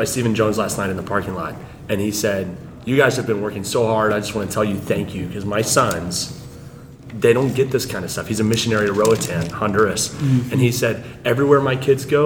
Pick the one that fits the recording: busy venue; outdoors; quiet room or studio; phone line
busy venue